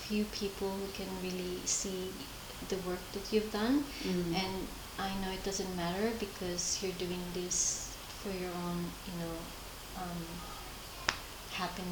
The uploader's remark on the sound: The quality of the audio will need more of the listener's patience since you will be able to hear the static sound from our mic. I left my other camera and the splitter cable at home.